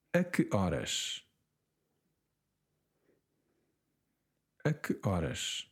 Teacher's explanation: you ignore the H, you connect the E to the O, and it becomes a Q-orders, okay?